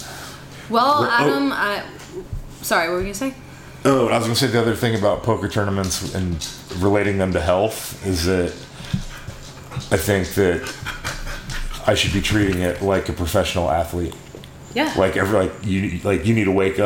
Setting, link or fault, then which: fault, sounds in the background